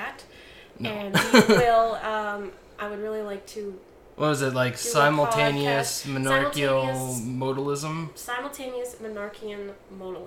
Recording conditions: sounds in the background